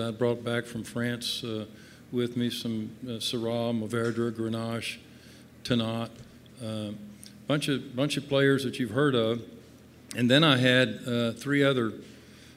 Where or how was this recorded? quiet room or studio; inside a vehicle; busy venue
busy venue